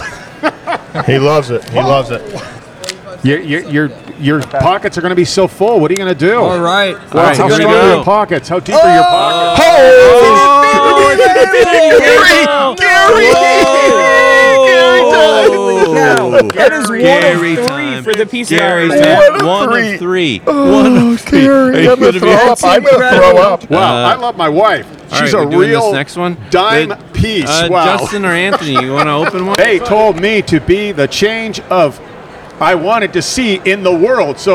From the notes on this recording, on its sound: We’re also on a field trip to the Long Beach Coin Expo where we auctioned off some amazing Stranger Things coin collectibles live on the Whatnot App.